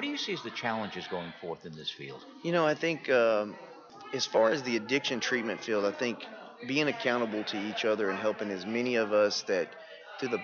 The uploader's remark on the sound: at the 2015 TAAP State Conference on Addiction Studies in San Antonio, TX